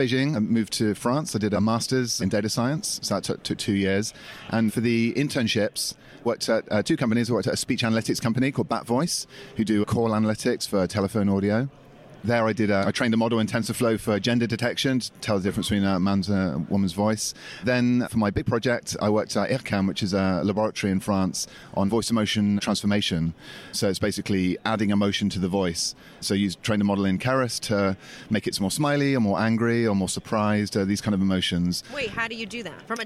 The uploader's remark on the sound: live from Project Voice